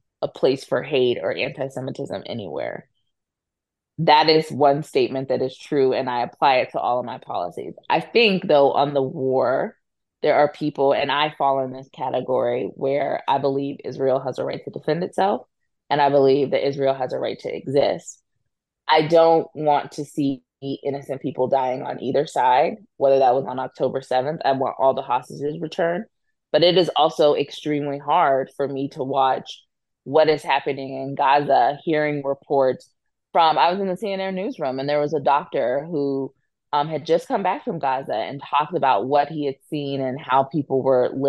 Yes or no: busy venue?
no